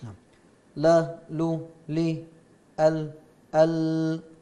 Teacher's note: تخرج من أدنى حافتي اللسان إلى منتهى طرفه مع ما يحاذيه من لثة الأسنان العليا، وهي من الضاحك إلى الثنية. · Term: اللام